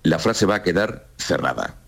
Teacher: Cerrada. Esto es entonación abajo, cerrada, cadencia.